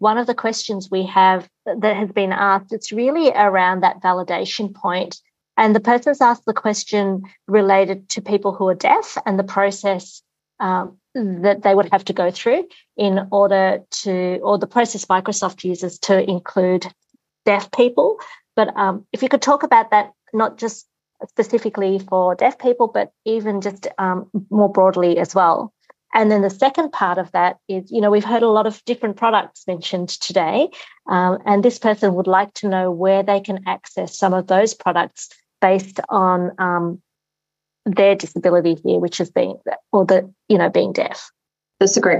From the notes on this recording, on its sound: a special online seminar recorded Tuesday, 27 June